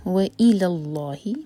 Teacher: अल्लाह ताला के नाम में जो लाम है ये है लाम जलाला, ये हैवी होगा क्योंकि उससे पहले फतहा आ रहा है